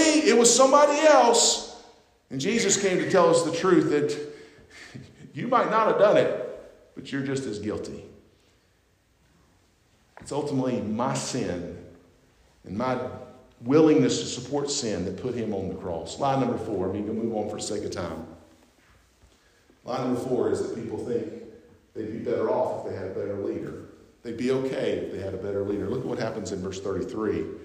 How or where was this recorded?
large echoing room